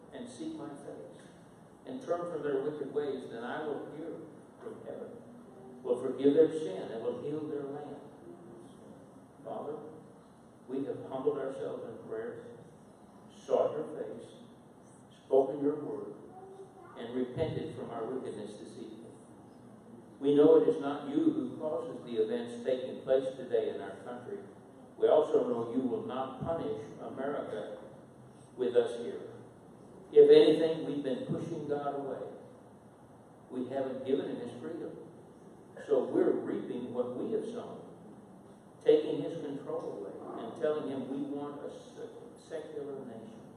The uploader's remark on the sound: Featuring highlights from a regional revival service where God was glorified - in prayer and worship, healing testimonies and words of life.